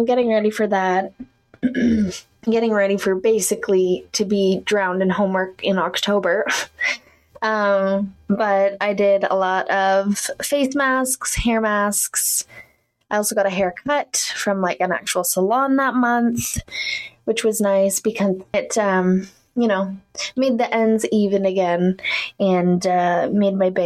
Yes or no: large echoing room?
no